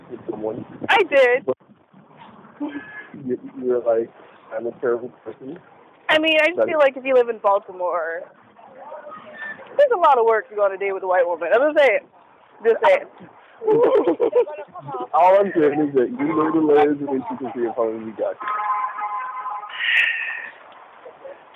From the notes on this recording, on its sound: This chat occurs while she and I walk to Starbucks in different cities to get work done. Forgive the audio quality.